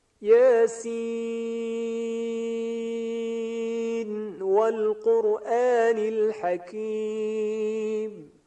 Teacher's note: در اینجا ملاحظه فرمودید که حرف نونی که ملفوظ است، یعنی فقط در تلفظ هست در نوشته نیست، اون نون ملفوظ در آخر سین یاسین به اظهار خونده شد